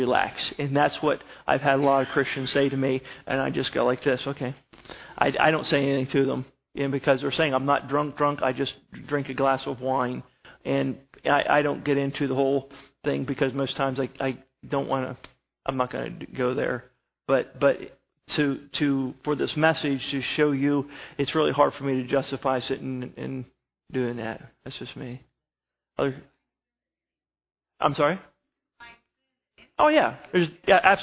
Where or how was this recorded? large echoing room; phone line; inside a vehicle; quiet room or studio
large echoing room